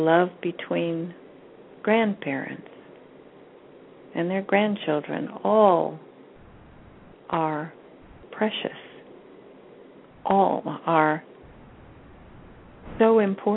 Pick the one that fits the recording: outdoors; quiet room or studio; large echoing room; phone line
phone line